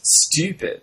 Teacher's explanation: She has a high front rounded vowel in one word and one word only, and that's in the word stupid, which she always pronounces stupid.